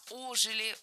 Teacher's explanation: Ударение в этом слове ставим на приставку.